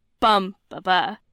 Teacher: The dactyl, stressed followed by 2 unstressed